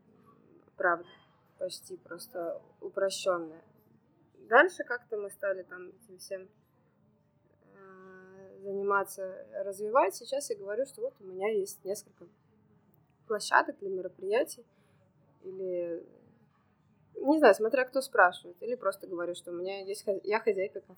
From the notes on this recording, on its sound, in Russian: В ее кафе «Брат» в Санкт-Петербурге, поэтому не удивляйтесь шуму кофемашины, разговорам на заднем фоне.